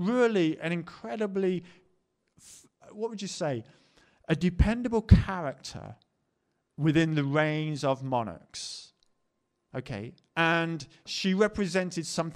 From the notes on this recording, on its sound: Preached at the LCC Sunday Service